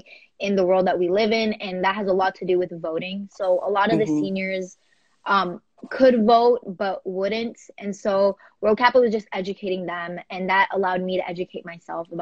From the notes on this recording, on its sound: We had our first teenager talk show this week on Instagram Live!